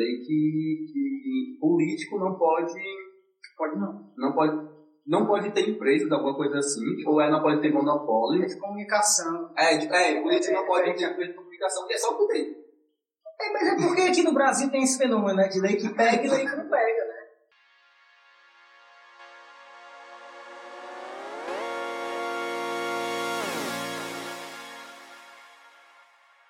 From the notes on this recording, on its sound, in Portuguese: O áudio está um pouco ruim, devido a tentativa de remover os vários ruídos presentes.